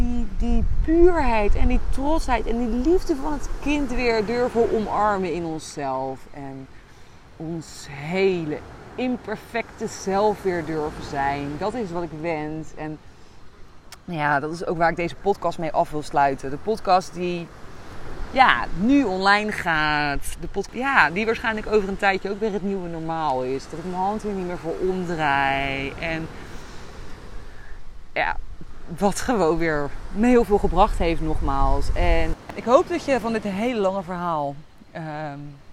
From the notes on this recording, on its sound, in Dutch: opgenomen op het strand in Koh Phangan Thailand